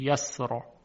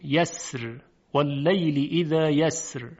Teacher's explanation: حرف را ساکن است، ما قبل اون ساکن و ما قبلش مفتوح، فلذا باید تفخیم بشه · Shown in: first take